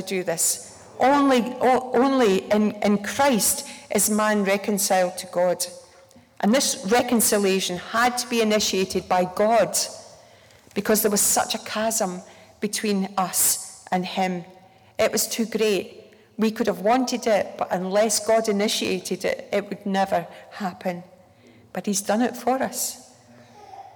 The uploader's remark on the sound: This message was recorded during a Sunday morning gathering.